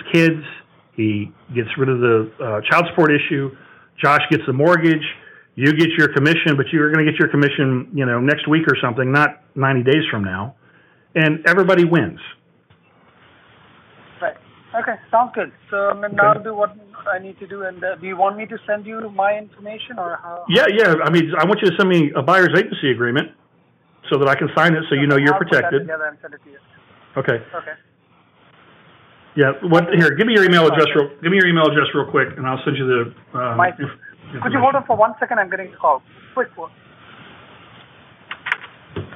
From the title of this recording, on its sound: Live Call